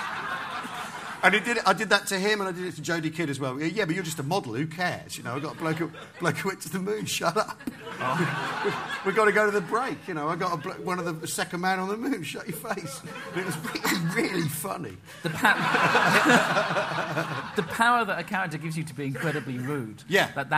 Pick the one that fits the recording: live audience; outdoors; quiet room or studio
live audience